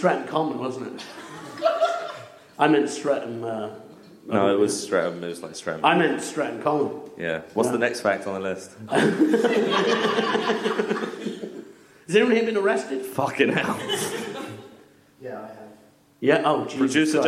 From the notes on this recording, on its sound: Live At Cheerful Earful Podcast Festival. Thanks to NextUp Comedy for the recording and stream of the show.